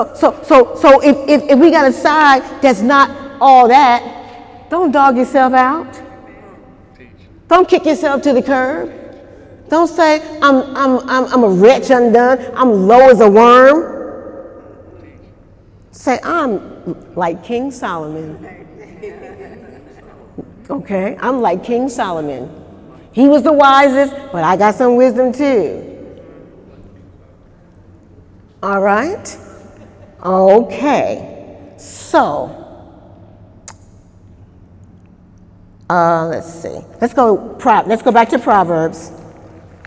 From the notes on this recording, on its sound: During Wednesday night service on October 3, 2018